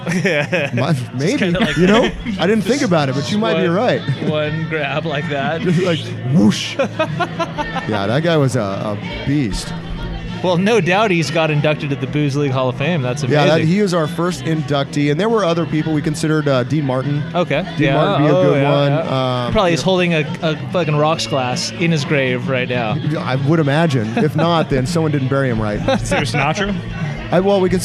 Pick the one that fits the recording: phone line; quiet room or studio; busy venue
busy venue